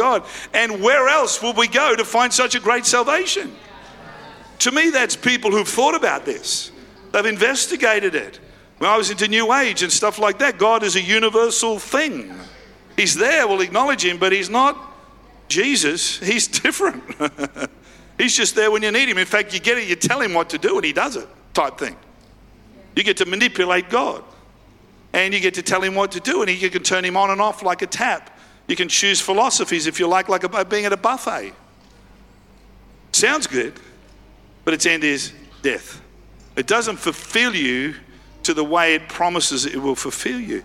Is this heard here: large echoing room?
yes